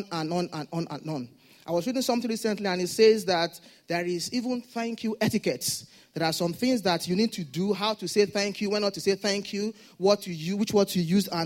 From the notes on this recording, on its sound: Sunday Service message. A deacon at Fountain of Love, RCCG Aberdeen, UK.